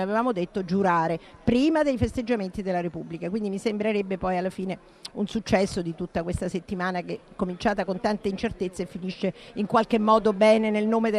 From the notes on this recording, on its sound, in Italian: Zapping in diretta dal Festival dell'Economia di Trento